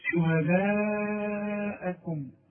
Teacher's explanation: شهداءكم، لازم أمد المد اللي معايا ده هو اللي هو فوق الألف، شوف في ألف عليها شرطة عريضة كده وبعدها همزة، يبقى ما دام عندي مد وبعده همزة يبقى لازم أمد المد ده إيه؟ أربع حركات